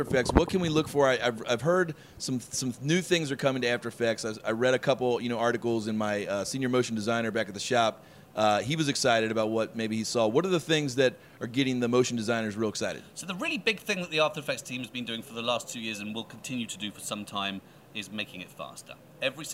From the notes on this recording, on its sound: Adobe at NABshow 2016. Live from the NABshow floor.